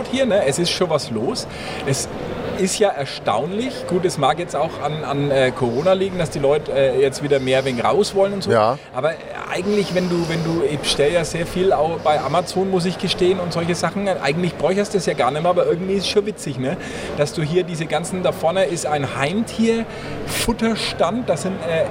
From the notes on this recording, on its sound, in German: Die Stadtgrenzler live auf der Consumenta.